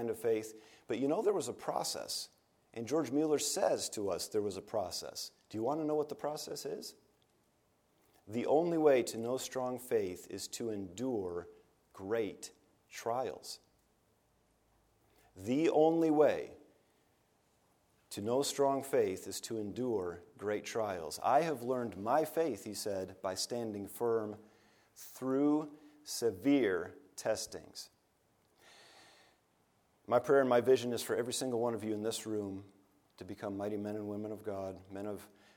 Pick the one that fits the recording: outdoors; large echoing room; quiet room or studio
large echoing room